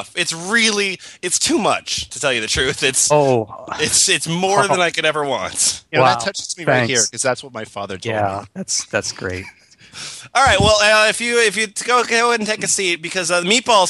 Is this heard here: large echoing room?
no